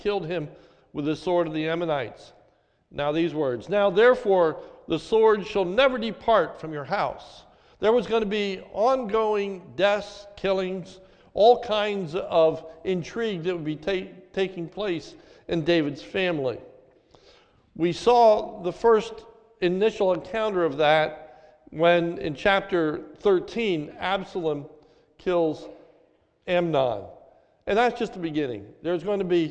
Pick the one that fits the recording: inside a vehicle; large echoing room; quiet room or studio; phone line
large echoing room